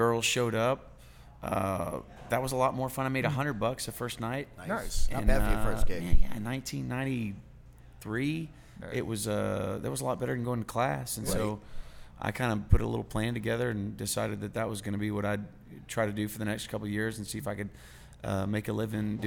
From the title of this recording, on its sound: Live at the Liberty